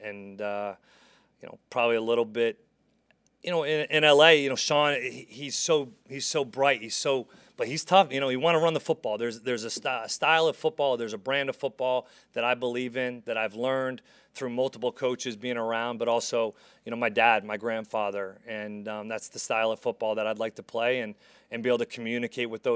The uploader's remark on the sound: Press Conference